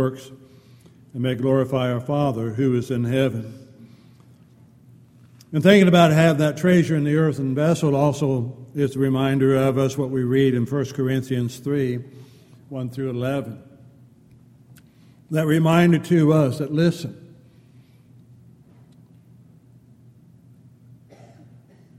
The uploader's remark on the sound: Downtown Church Of Christ Audio Sermon